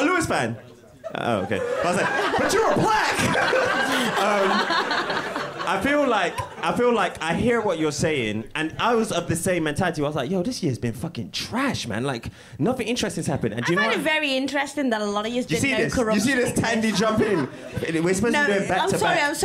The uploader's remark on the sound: This is a live recording from our #QuickStopLive event following the 2022 Abu Dhabi GP.